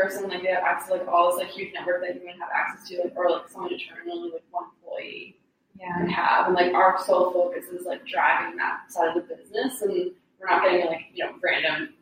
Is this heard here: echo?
yes